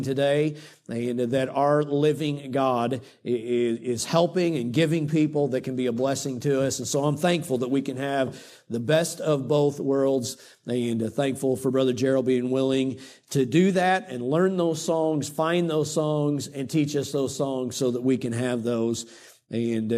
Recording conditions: large echoing room